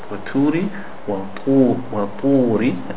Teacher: so it has a thick sound to it with less air. The air doesn't escape. It is the ta.